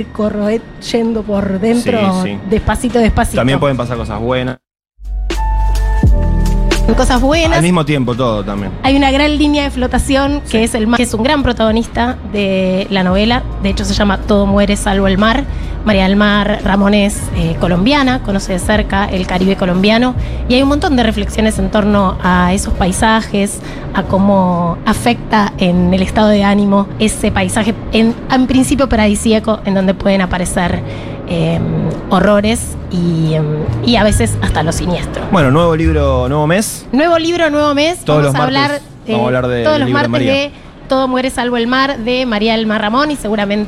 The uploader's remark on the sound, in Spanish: Entregamos en vivo desde YUNTA BAR, el 4to Premio de NOVELA FUTUROCK 2023.